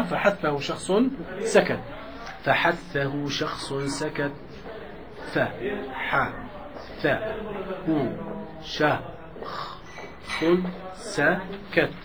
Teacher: هذه إذا لاحظتوا كلها لا يهتز معها الوترين الصوتيين · Term: مهموس